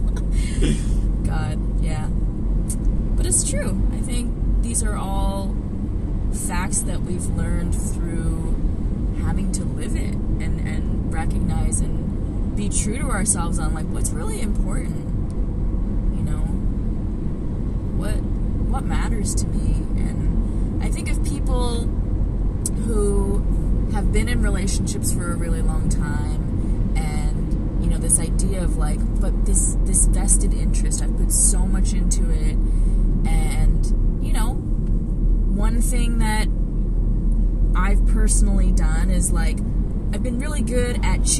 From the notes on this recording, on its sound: On the way to a cottage we got into talking about life, love relationships and so much more we felt we needed to recorded it and share. Carcast aka podcast in a car.